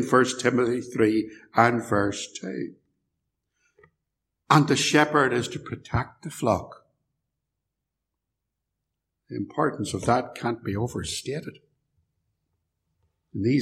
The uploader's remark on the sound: preached at Templepatrick Reformed Church